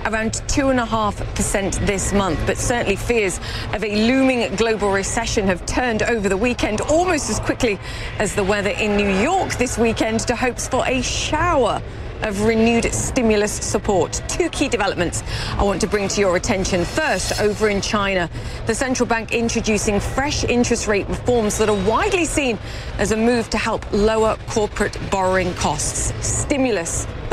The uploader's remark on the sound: live from the New York Stock Exchange